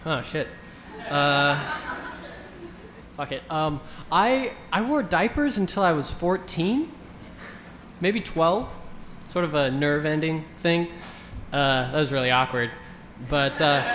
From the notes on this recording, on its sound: Ask Roulette is a conversation series in which strangers ask each other questions on stage. This excerpt is from our August event at Housing Works Bookstore in New York City. Several audience members.